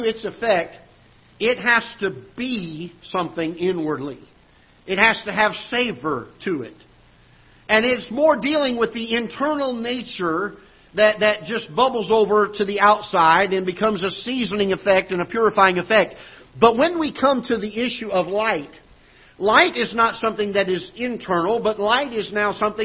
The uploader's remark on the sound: Ketha Heights Baptist Church ~ Live Broadcast